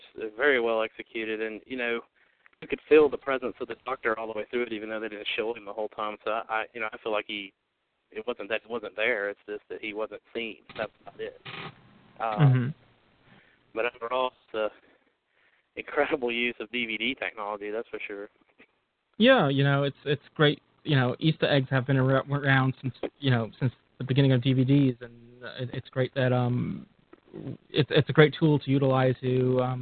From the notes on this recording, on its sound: With live listener feedback. Recorded live on the net via TalkShoe on Sunday, 10th of June 2007. Note: This is a "Rough, Ready, and Raw" version -- this podcast episode is going out as it was recorded, with no post production work...